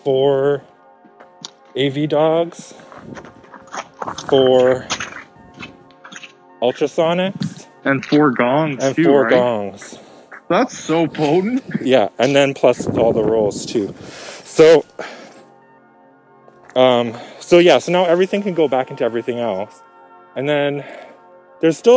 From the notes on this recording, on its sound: Walk & Talk. We met up for a socially distant walk.